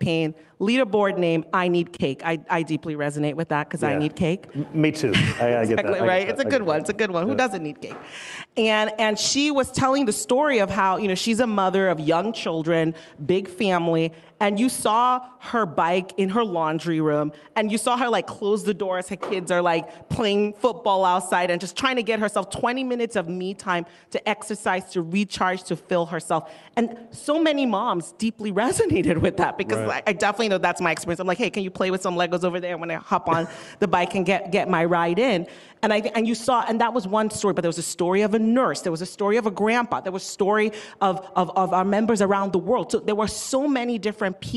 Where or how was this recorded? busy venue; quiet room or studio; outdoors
busy venue